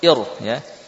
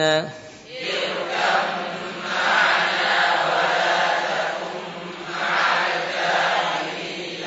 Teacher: Hamzah wasalnya dibaca kasrah.